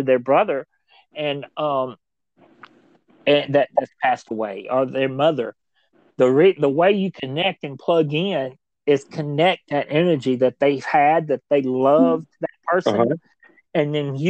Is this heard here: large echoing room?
no